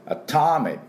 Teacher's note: アトミック、このタのところですね、これオの音です。